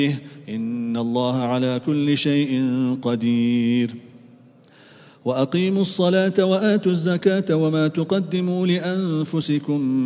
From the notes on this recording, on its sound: at the Houghton Masjid (West Street)